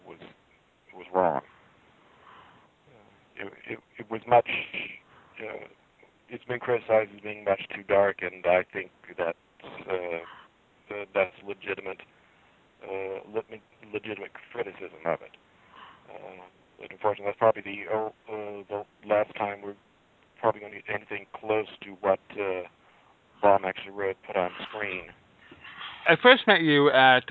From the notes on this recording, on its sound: This interview was "phoned in" and the sound quality is not pristine.